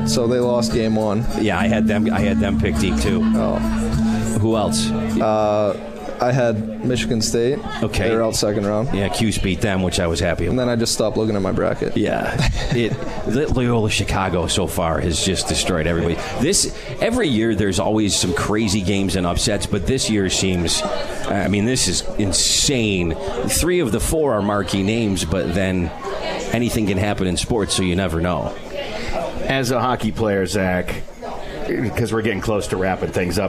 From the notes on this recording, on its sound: Live from Swifty’s